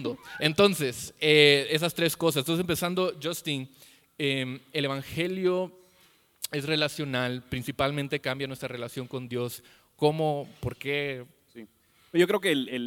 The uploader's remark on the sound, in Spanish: El evangelio y mis relaciones (EN VIVO).